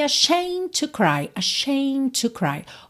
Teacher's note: a palavra ashamed, o E não é pronunciado, então você teria só esse Dzinho, né, ashamed, só um Dzinho leve depois do M, mas o M, eu já fechei ali, né, os lábios, ashamed to, ou seja, quando eu iria fazer o D, eu já parto pro T de to, porque T e D são feitos no mesmo lugar, certo?